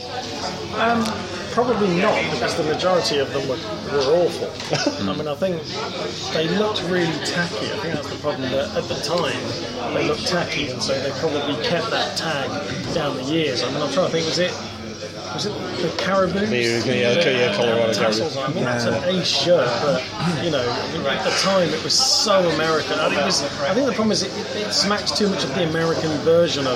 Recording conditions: busy venue